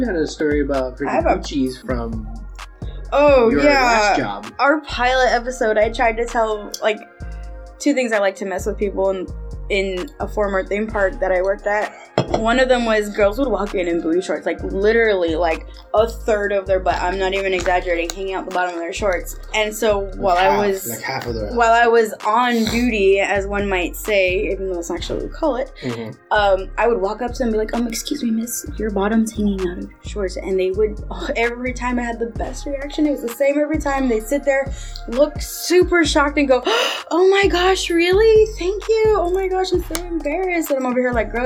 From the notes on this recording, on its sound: Find out the hard way, why food isn't aloud in recording booths!